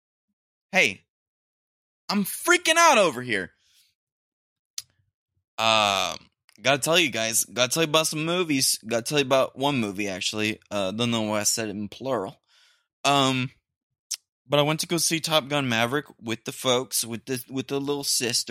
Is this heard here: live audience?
no